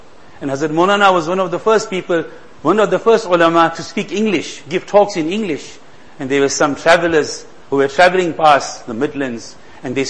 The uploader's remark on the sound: Jumuah lecture